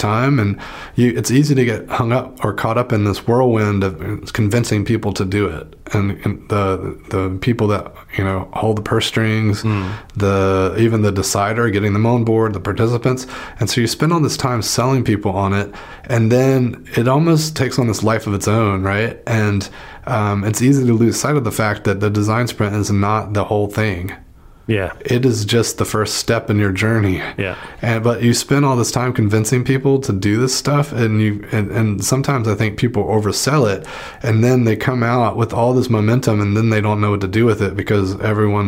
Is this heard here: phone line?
no